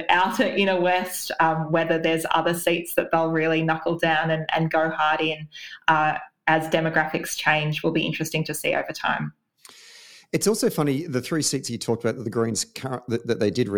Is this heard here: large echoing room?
no